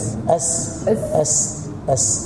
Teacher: صفه الهمس موجوده اصلا في السين حتى لو ساكنه